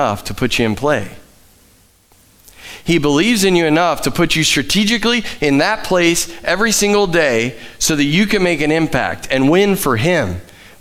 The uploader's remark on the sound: Live from The Summit Church in Dover, OH